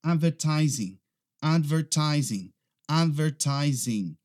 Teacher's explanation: Se você tiver um sotaque americano, muito provavelmente você não vai pronunciar aquele G no final, você vai falar advertising, advertising, advertising.